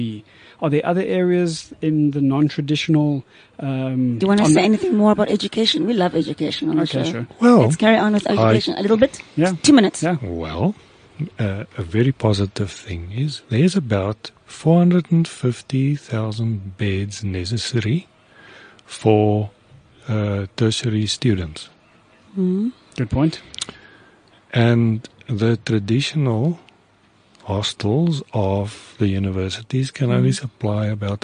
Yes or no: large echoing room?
no